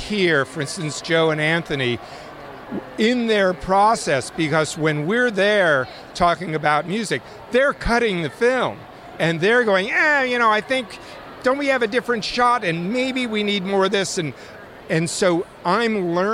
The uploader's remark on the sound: Short interviews recorded live from the red carpet.